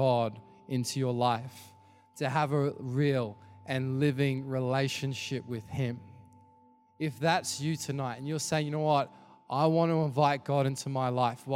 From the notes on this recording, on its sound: Recorded during our 5pm service on Sunday